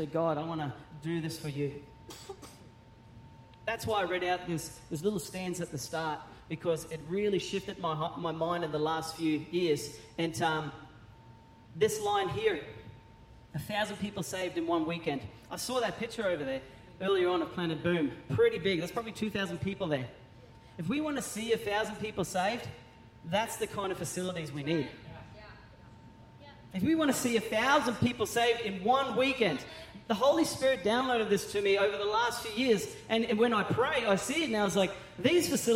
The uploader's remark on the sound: Recorded during our 9am service on Sunday, the 21st of January 2024